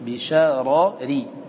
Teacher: الراء الأولى مفخمة، لماذا؟ لأنها مفتوحة قبلها فتح لا مقتضية لكسرها، فهي مفخمة.